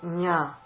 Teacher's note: That's a palatal nya. So the letter nya is made from that talu position along with the nose.